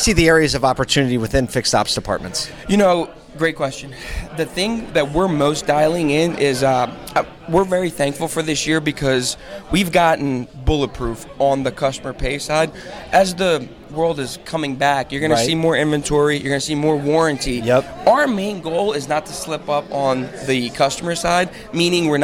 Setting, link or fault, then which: setting, busy venue